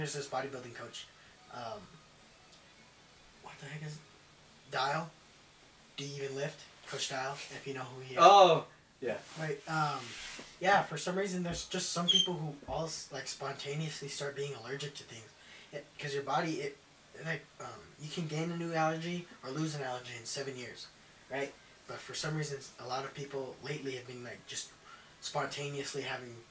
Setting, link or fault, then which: fault, poor microphone